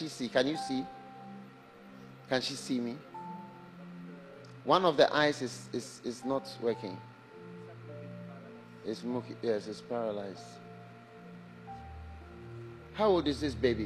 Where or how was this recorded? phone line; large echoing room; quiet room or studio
large echoing room